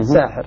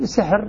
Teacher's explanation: بفتح السين مع ألف بعدها ساحر، والباقون بسحر بكسر السين بدون ألف